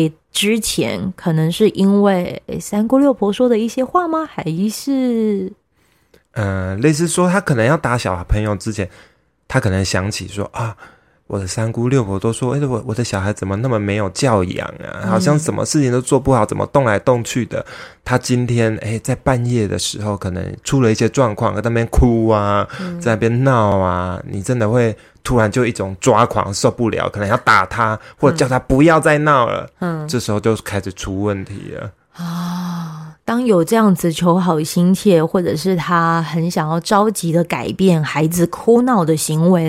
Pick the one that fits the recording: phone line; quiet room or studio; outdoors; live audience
quiet room or studio